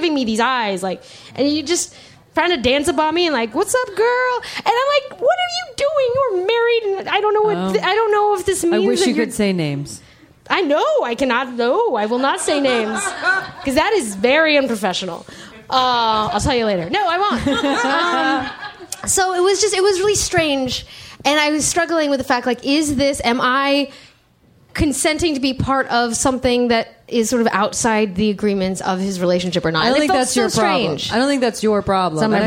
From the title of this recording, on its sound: LIVE in DC